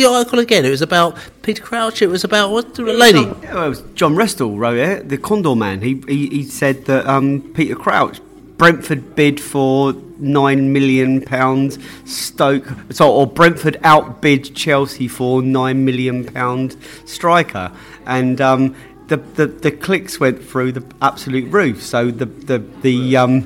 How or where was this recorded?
busy venue